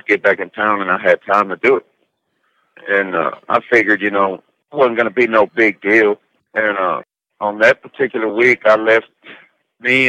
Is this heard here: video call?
no